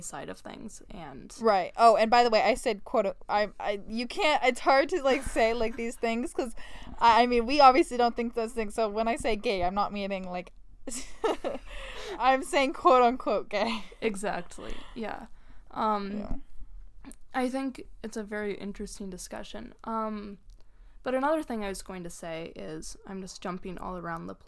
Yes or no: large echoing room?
no